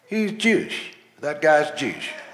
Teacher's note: the way Texans pronounce the word Jewish is always with one syllable